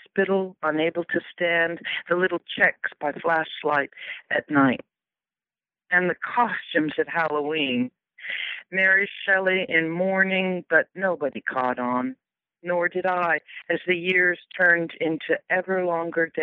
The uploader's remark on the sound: conversation by telephone